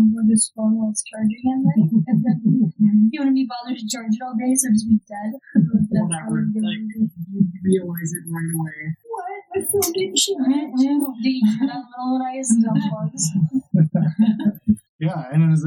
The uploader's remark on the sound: fudged the recording and it sounds a lot like poop